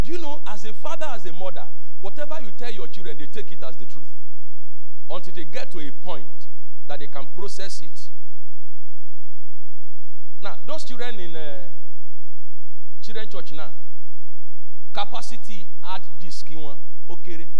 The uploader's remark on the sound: Covenant Champions Global Assembly LIVE Service.